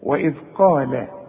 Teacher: القاف اعلى درجات التفخيم لانها بعدها الف